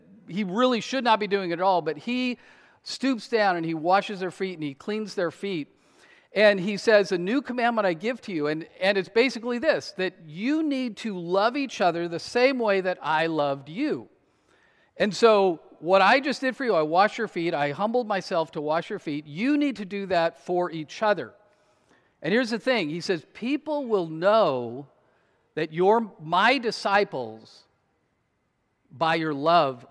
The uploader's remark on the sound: to the congregation of Peace Bible Church in Salem, Oregon